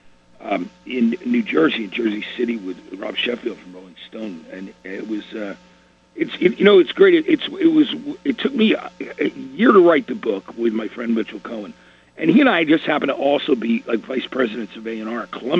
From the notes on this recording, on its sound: called in for a chat